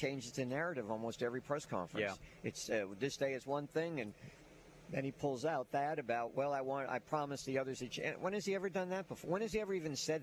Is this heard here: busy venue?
yes